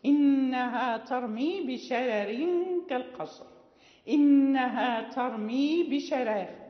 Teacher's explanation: هذه الراء الأولى مرققة لأجل الراء الثانية، ترقق وصلا ووقفا · Term: ترقيق الراء